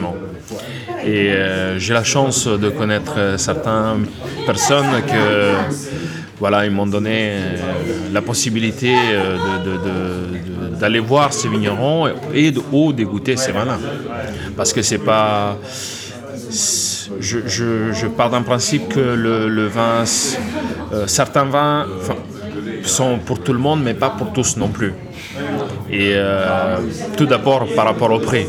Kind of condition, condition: setting, live audience